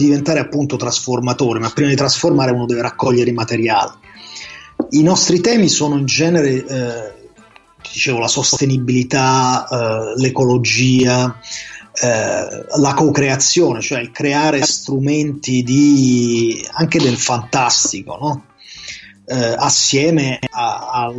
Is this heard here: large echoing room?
no